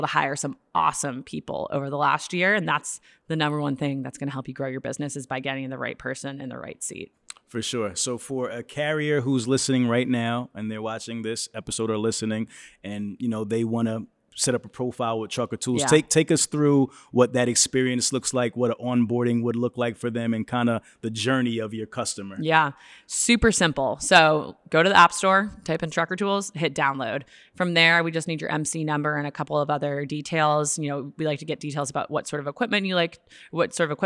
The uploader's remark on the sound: On location in Las Vegas, Nevada at Manifest. Electro-Voice RE320 DYNAMIC MICROPHONE.